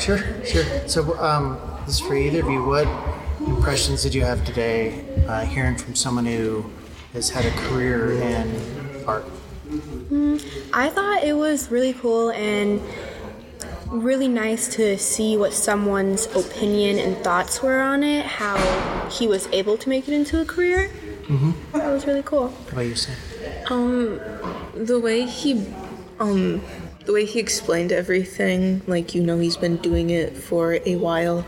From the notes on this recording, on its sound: Three audio postcards or snapshots from STEAM night, one from technology, one from engineering, and one from the arts.